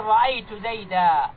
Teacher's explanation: في حالة النصب حذفت الحركة وحذف التنوين، ولكنه بقي الألف المصاحب للتنوين المنصوب